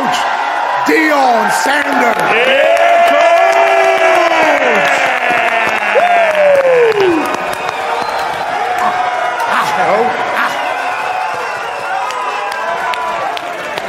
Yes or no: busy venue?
yes